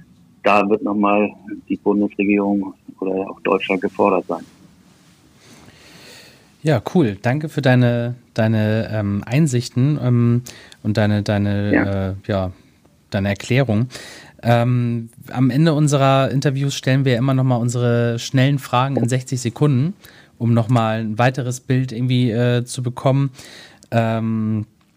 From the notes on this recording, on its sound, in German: auf Grund des Kontaktverbots am Telefon